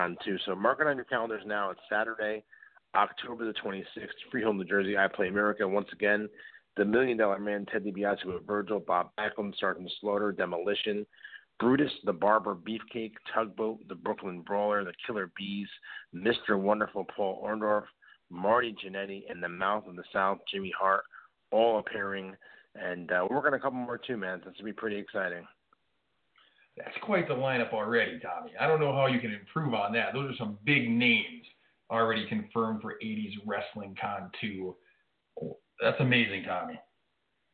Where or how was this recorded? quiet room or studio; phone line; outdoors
phone line